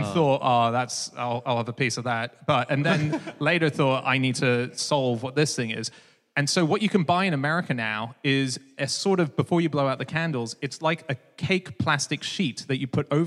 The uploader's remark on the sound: Live from Coventry